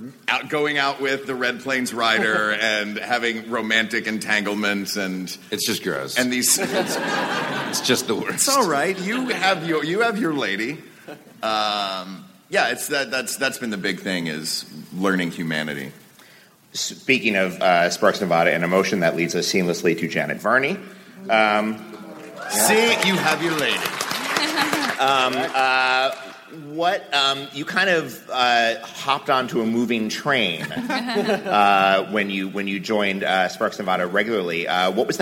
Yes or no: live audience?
yes